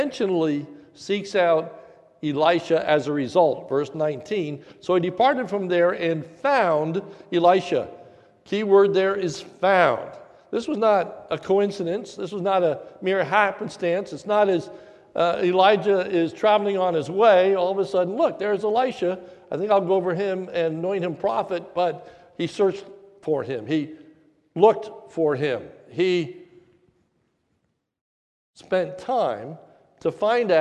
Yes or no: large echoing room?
yes